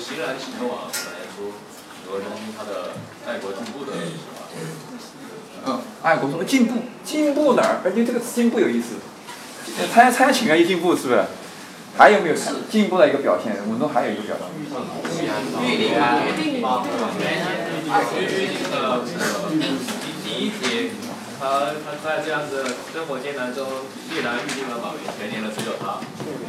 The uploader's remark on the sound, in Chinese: 虽是高中课堂录音。